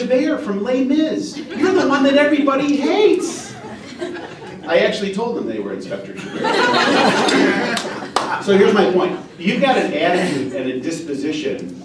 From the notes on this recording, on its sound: WWASHINGTON, DC. The Ripon Society hosted a breakfast discussion.